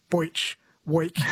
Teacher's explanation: Southerners tend to pronounce the E sound as an oi, like boich, week.